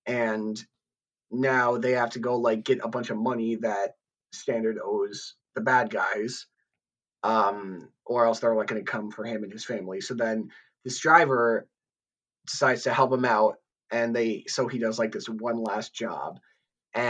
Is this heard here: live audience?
no